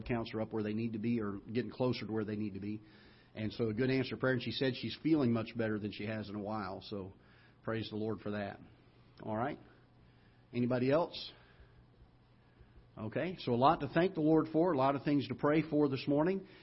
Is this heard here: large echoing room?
yes